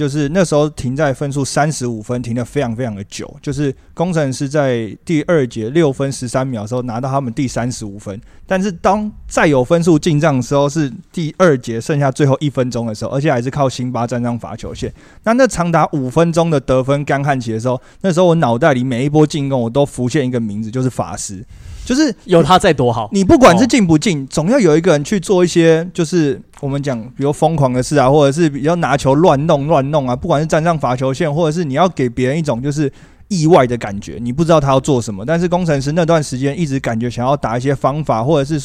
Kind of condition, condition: setting, busy venue